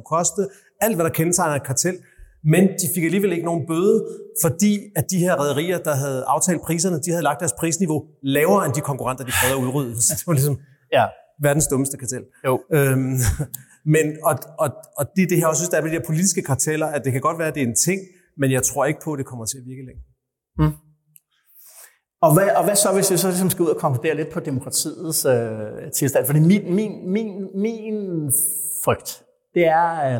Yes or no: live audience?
yes